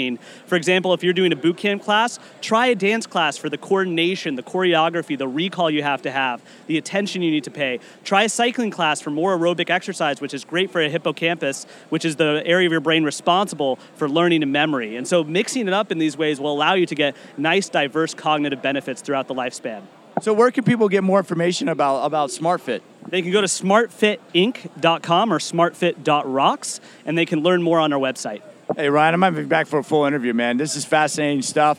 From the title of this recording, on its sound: Interviews from the Health Industry Association Trade Show